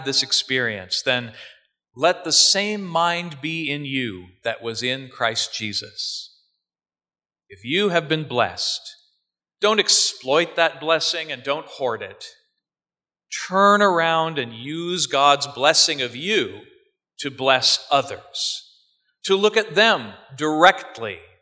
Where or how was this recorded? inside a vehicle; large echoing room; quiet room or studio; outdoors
large echoing room